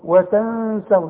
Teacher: بالبر وتنسونا، النون ساكنة وبعدها السين، وانت خدتها دلوقتي، خدنا النون الساكنة اللي بعدها السين اخفاء، السين من حروف الاخفاء، وحنغن وقلنا ما نقولش وتنسونا، لا نقفي ونغن وتنسون، واوعى تنسى الغنة، والغنة بمقدار حركتين خلاص.